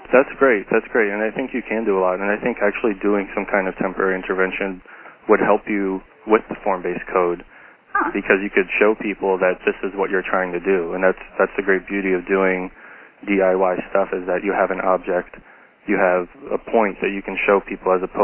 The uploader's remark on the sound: Call recorded on February 16, 2012.